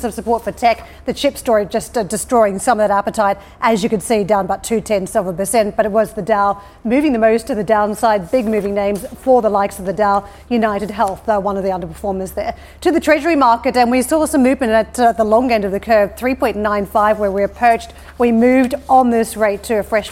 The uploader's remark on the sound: We are live in Vienna at the Opec seminar